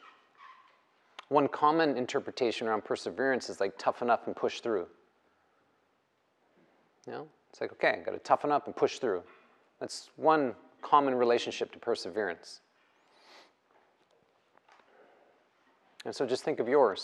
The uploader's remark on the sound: The live recorded lecture took place during a 200-hour yoga teacher training at Peace Retreat in Los Pargos, Costa Rica